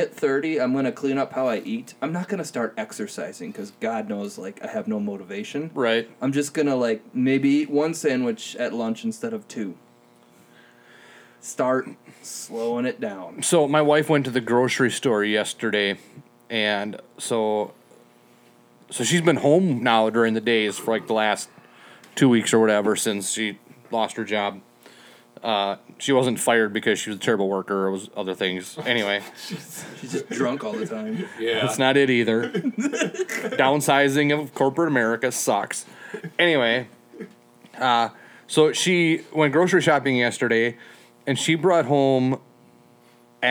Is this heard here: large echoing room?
no